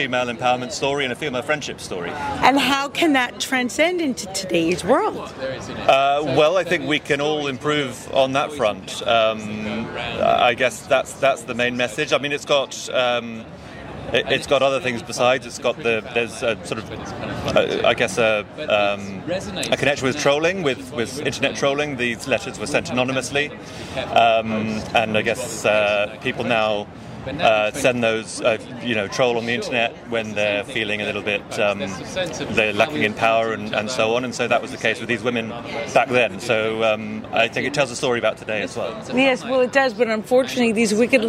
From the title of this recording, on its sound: Straight from the 2023 Tiff Red-Carpet Premier